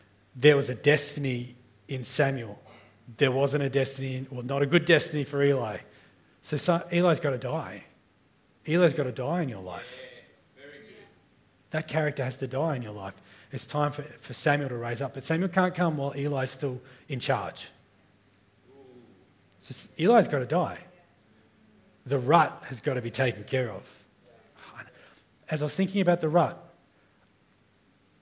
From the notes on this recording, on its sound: At the 9am gathering.